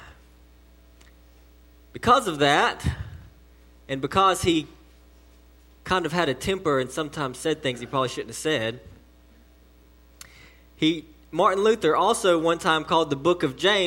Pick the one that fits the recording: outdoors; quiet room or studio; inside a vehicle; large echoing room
large echoing room